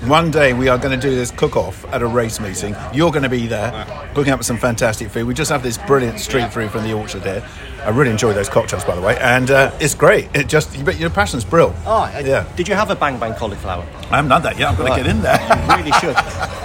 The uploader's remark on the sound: In the Fitzdares Club at Cheltenham. First day of the Festival.